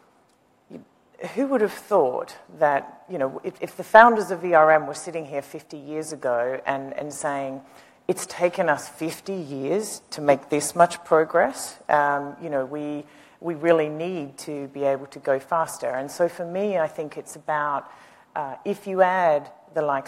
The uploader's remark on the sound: The best of live interviews from GreenBiz events.